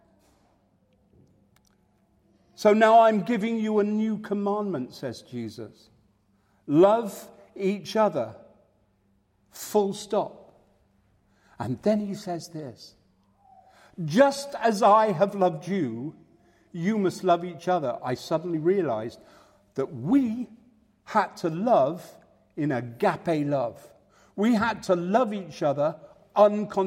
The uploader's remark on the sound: Live Word from St Matthews